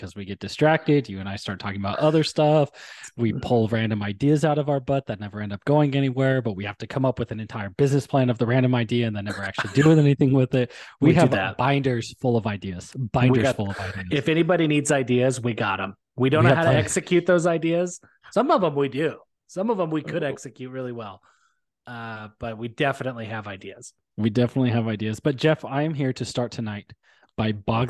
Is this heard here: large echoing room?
no